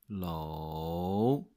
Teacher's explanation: you go through the whole process of low, so you go by first low, and then you rise low. So again, the long version of third tone is low.